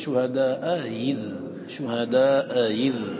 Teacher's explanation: الأولى مفتوحة والآخرة مكسورة فتسهل بين الهمزة والياء · Term: تسهل كالياء